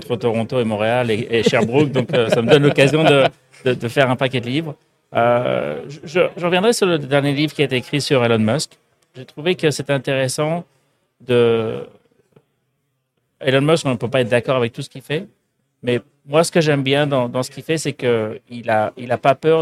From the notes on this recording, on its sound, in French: En direct du Hardtech à Toronto